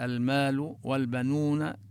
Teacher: المال نبين اللام، الميم من حروف إبغي حجك وقف عقيمه، هذه الميم تظهر عندها لام أل، ونمد مدا طبيعيا الألف. المال والبنون كذلك نمد مدا طبيعيا بالواو، ونبين اللام